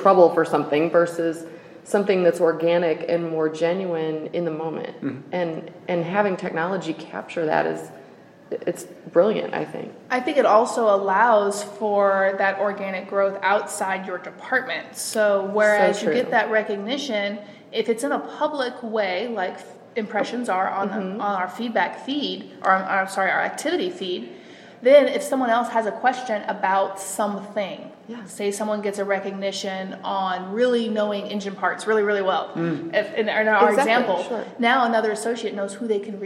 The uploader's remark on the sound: Recorded live from the Saba Insights 2018 Conference in Scottsdale, Arizona.